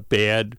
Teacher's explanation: In the southeast corner of the state, you get people pronouncing the A vowel in words like bad and mad and so forth, more like what you would hear in Chicago or Cleveland